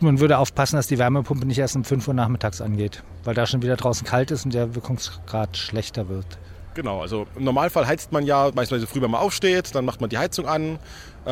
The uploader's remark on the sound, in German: Live vom Partnertag